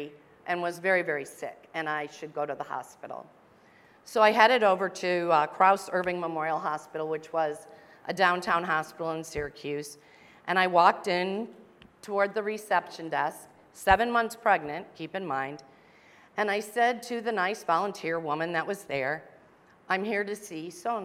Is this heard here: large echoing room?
yes